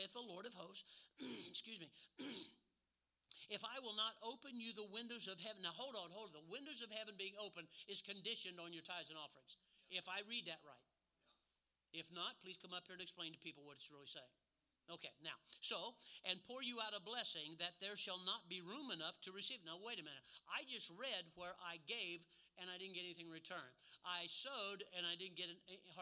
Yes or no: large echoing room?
yes